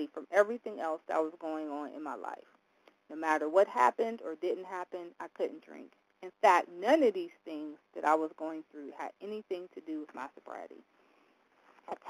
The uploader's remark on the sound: from the 100 Pounders Phone Meeting, date unknown